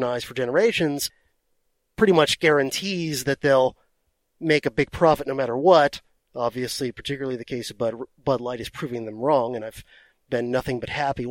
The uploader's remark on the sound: recorded this DHP Bonus Episode during one of his long drives